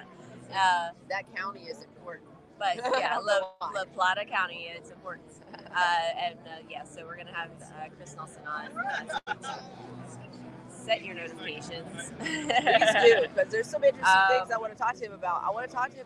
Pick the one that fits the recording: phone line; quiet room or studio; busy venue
busy venue